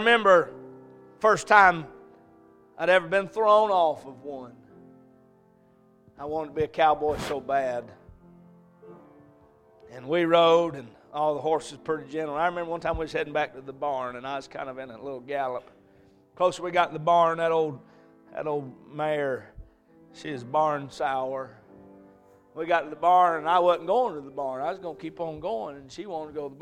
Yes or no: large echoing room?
yes